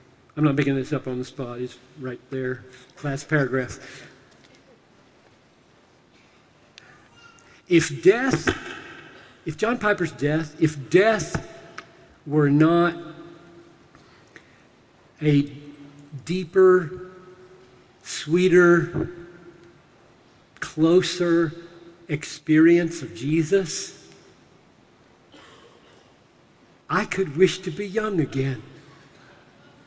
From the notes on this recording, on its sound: Delivered this message during a breakout seminar at the Sing! 2018 Conference in Nashville.